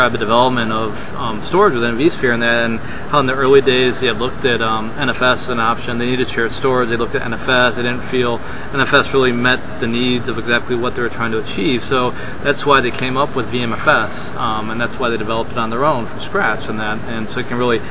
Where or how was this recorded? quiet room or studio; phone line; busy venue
busy venue